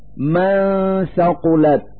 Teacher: نلفظ النون الساكنة من كلمة من مخرج الثاء من كلمة ثقلت، فنقول من ثقلت مع إظهار الغنة التي تدل على وجود نون ساكنة.